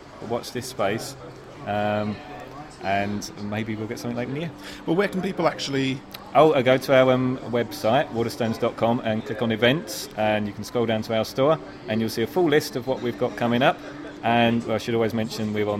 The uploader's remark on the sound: This episode was recorded at a signing event. At Waterstone’s, Lakeside , Thurrock. In attendance were various podcasters.